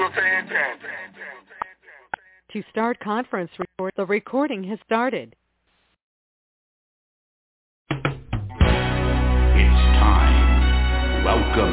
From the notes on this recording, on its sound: TNTSuperfantastic Conference Call.